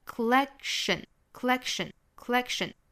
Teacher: 后面实际上直接就是带的辅音哈，所以应该是 collection。collection 可以选择在 k 的这个位置憋这么一下，摆这个 k 的口型，但是不真正的 k 出来 · Term: 不完全的爆破